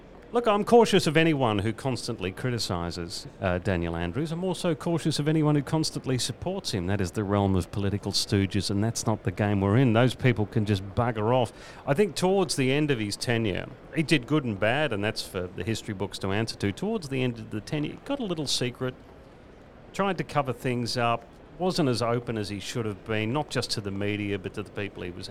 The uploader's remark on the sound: Live from the Chairman’s Lounge in Fyshwick. Live from the place where the real decisions are made.